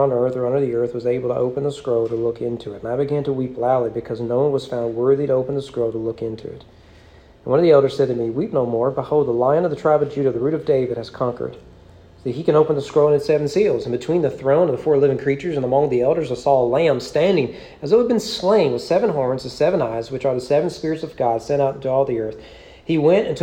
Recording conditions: large echoing room